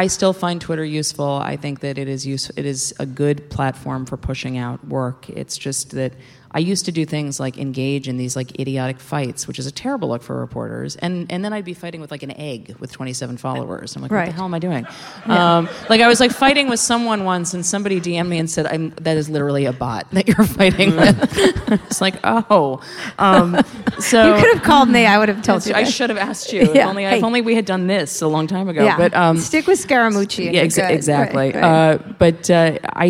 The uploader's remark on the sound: at the 2017 Texas Tribune Festival in Austin